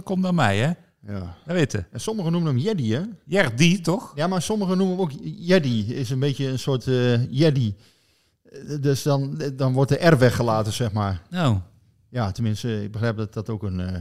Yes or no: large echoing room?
no